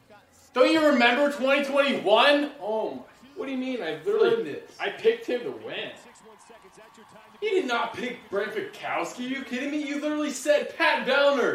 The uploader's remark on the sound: TYR Wodaplooza Gameday // Friday // Shut Up & Scribble LIVE From MIAMI